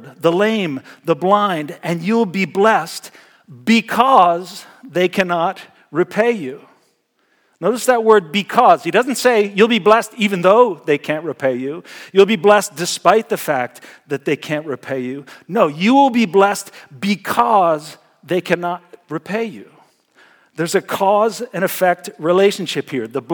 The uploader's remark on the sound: Message Preached at Valley Creek Church